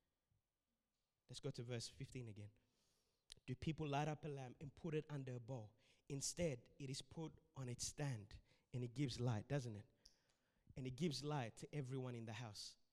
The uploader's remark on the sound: This sermon was recorded at Revive Church on the 7th of March 2021